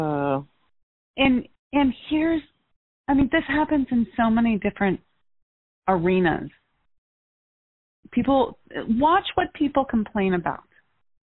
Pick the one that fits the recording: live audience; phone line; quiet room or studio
phone line